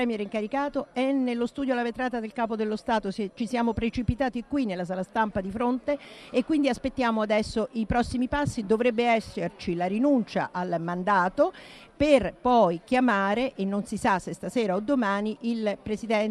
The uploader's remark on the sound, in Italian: Zapping in diretta dal Festival dell'Economia di Trento.